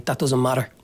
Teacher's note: where he's turned the T's into a D